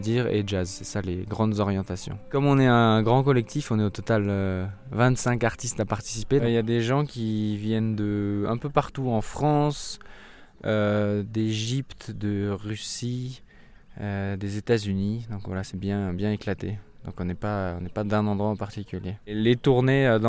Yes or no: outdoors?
yes